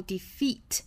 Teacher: 最后 defeat 长元音 e 尾部的 t 可以省掉